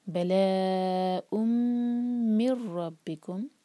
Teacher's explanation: بلا تنوین کے بعد میم ادغام غنہ کے ساتھ